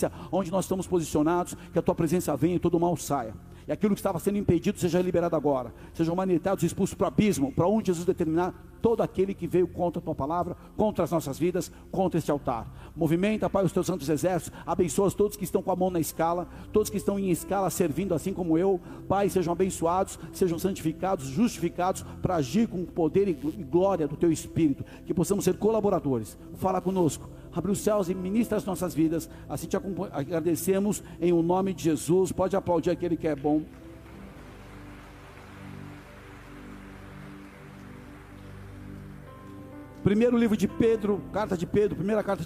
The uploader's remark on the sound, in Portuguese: Áudio extraído do Culto do dia 25 de JUL de 2023.